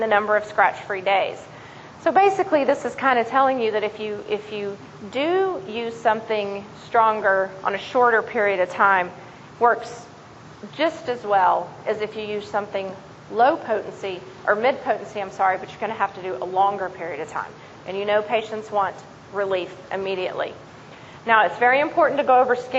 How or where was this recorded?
busy venue